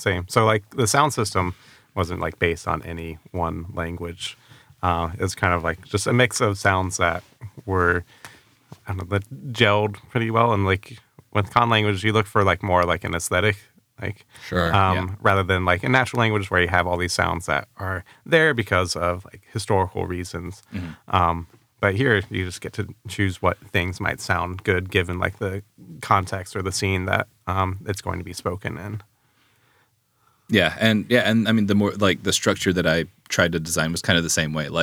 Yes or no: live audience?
no